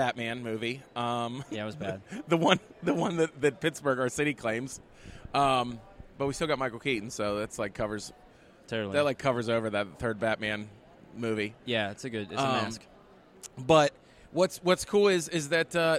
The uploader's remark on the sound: LIVE at the Home Show.